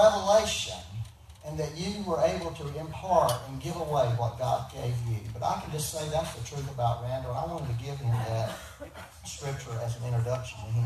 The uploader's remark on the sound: We had technical difficulties recording this Sunday, please excuse the poor sound quality.